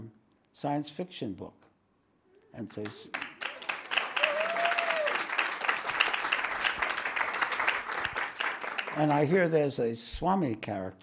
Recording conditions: live audience